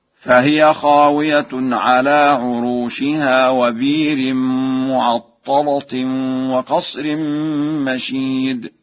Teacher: فقد قرأها ورش بإبدال الهمزة وتغليظ اللام هكذا